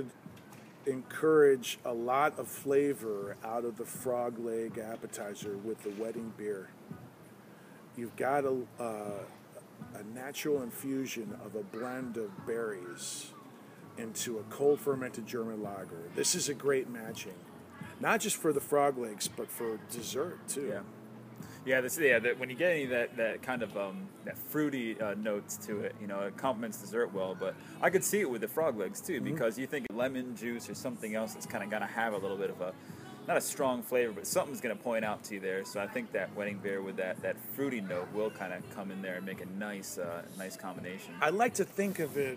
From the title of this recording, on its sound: LIVE Ulele Spring Brewery